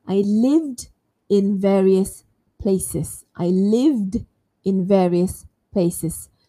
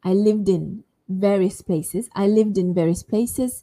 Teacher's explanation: The V and then the ED is carried over to the next vowel sound, which is in. · Shown in: second take · So it almost sounds like I said, I lived in, live, and then din, I lived in.